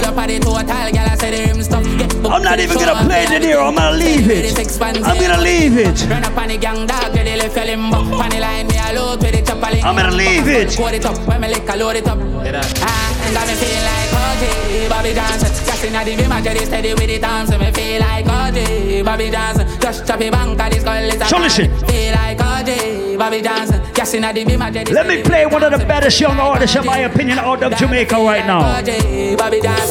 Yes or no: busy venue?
yes